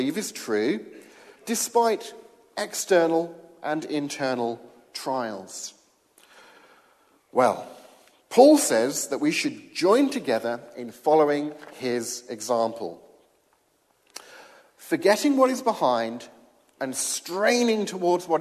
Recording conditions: large echoing room